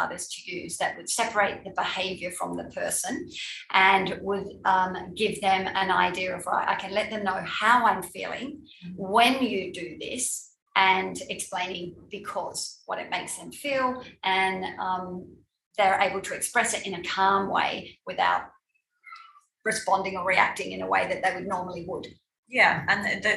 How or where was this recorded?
video call